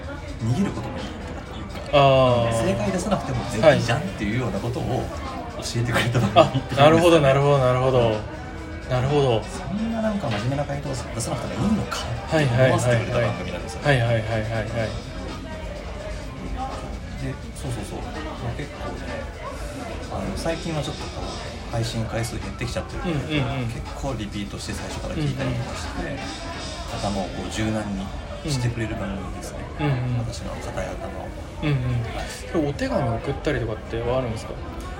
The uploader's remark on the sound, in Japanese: 野外録音のため、環境音など聞こえづらい点ご容赦ください。